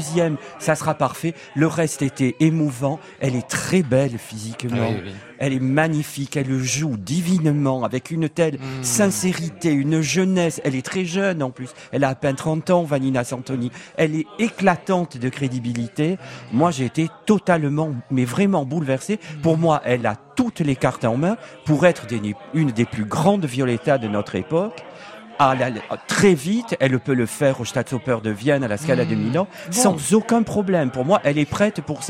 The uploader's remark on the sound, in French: En direct et en public depuis l'Hôtel Bedford